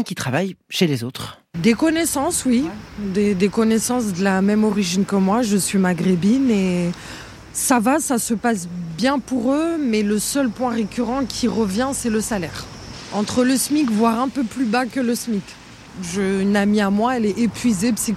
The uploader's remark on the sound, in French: Le micro-trottoir de ZoomZoomZen vous pose la question dans les rues du quartier Beaugrenelle à Paris